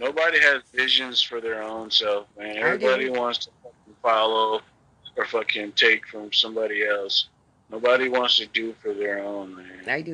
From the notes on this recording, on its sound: a phone chat